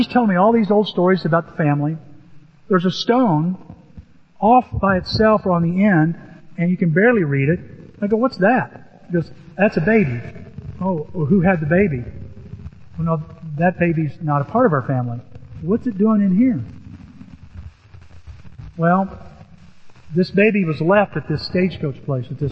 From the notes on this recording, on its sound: Apologies for poor sound quality.